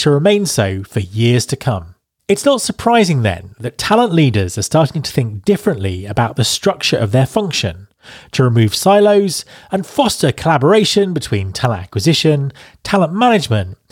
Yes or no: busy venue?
no